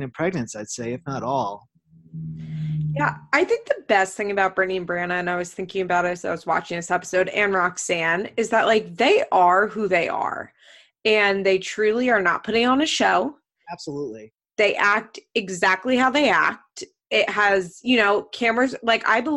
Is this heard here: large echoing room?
no